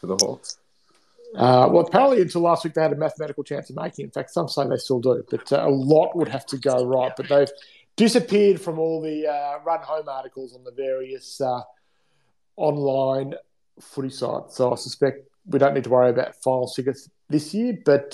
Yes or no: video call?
yes